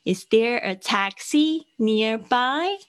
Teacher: 然后这个句子呢，到最后呢，问问题的时候语调会上扬。